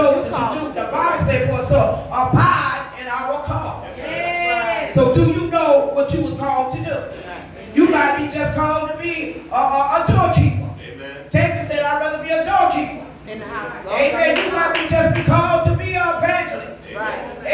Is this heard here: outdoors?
no